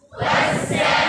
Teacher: في صعوبة عشان في حرفين ساكنين ورا بعض الجيم والعين فتحس التقل